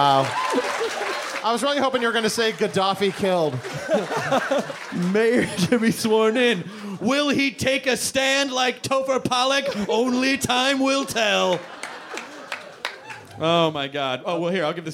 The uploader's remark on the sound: Live in Northampton, Massachusetts at the intimate and legendary "Iron Horse"!